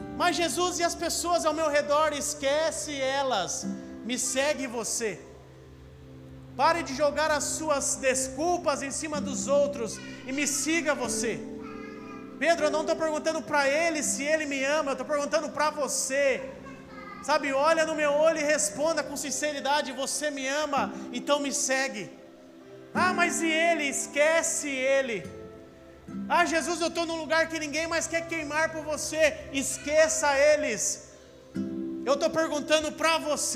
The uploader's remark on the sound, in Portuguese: Áudio do Culto de Domingo